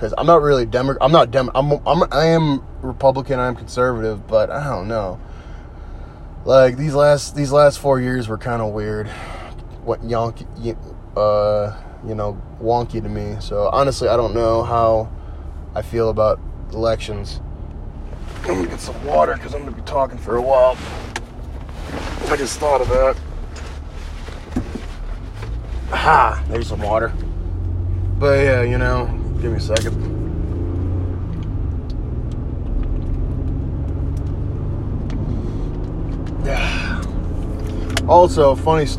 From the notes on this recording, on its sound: Driving home